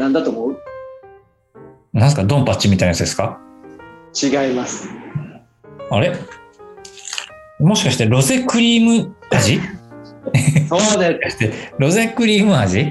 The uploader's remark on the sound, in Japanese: 先週に引き続き、ZOOM 収録を行っております。